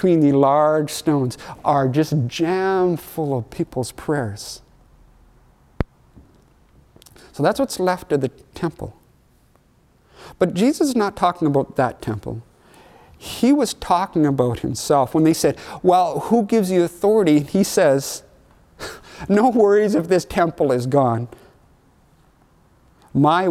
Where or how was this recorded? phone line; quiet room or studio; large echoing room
large echoing room